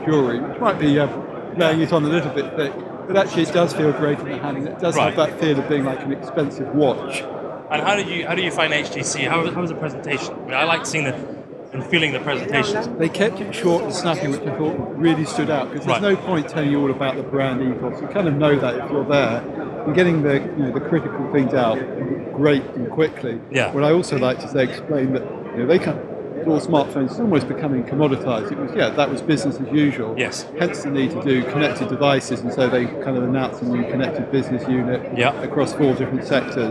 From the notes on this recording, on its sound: Head to Mobile World Congress and report live from a very noisy show floor. Live at Mobile World Congress. Report live from a very noisy show floor, including visits to ZTE, Huawei, LG, Microsoft and HTC's stands.